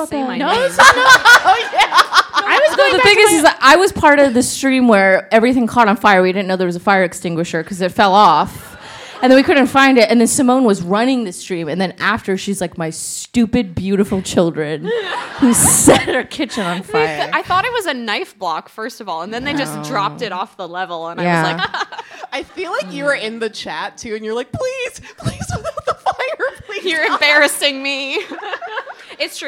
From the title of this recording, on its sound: The Polygon Show LIVE at FlameCon 2018